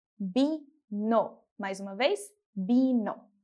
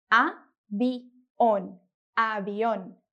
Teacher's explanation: o som do V, que em espanhol ele vai soar como B